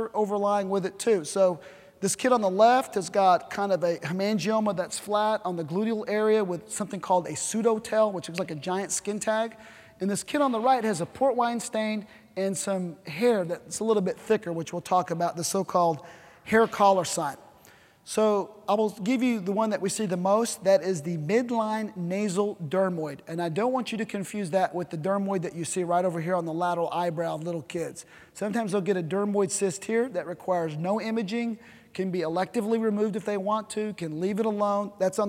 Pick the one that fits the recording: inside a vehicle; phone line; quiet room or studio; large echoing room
large echoing room